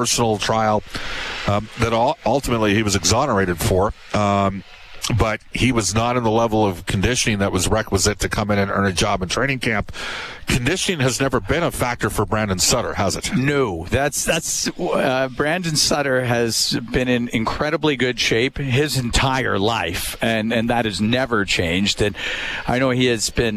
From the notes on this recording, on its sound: Live from Red Deer. Live from the Battle of Alberta Golf Tournament.